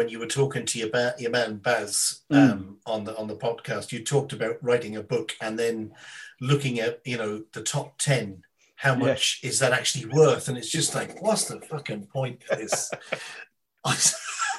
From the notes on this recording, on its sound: we chat over Zoom